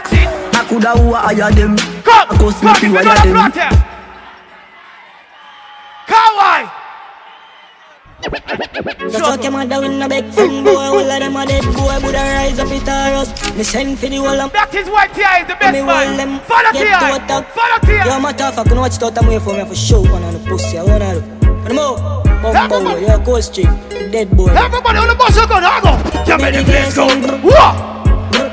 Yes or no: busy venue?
yes